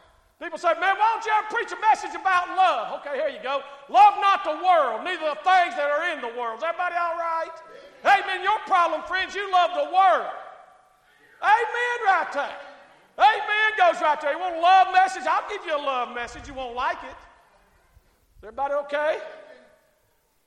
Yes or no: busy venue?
no